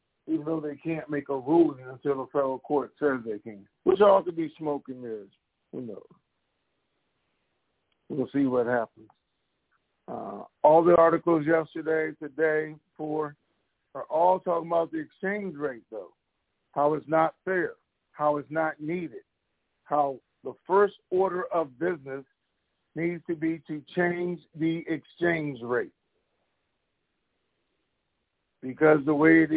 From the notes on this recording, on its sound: TNTSuperfantastic Conference Call